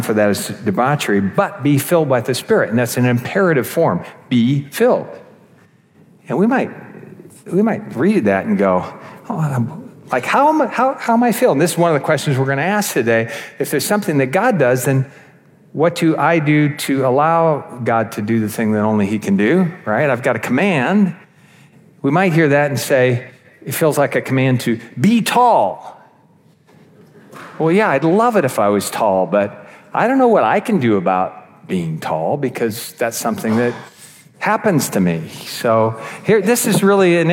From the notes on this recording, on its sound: This episode features one of the seven talks from our annual Spring Conference that happened back in May.